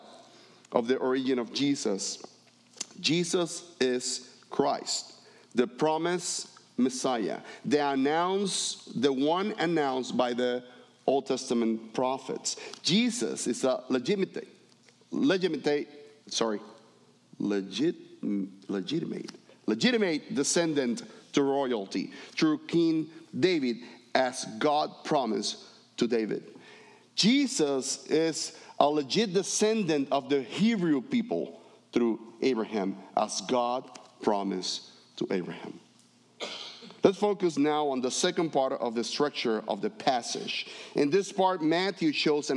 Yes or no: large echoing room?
yes